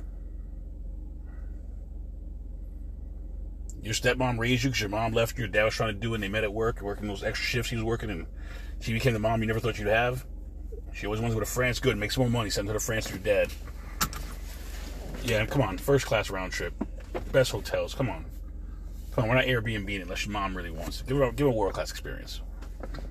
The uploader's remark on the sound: In this CarCast